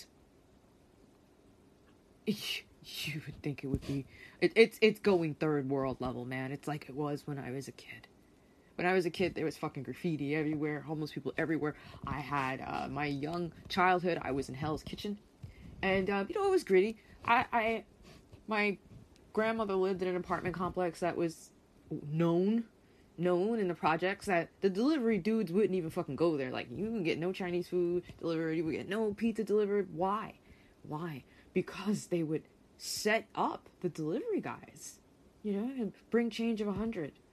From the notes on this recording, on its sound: Sorry ahead of time for the background noise during this episode, I always forget to turn stuff off!